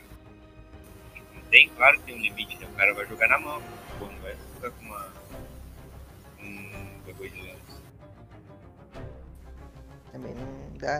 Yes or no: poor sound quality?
yes